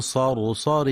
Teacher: ينتبه القارئ في كلمة بريح لترقيق الراء المكسورة، وفي كلمة صرصر لتفخيم كل الكلمة ما عدا الراء الأخيرة المنونة بتنوين الكسر، فإنها مرققة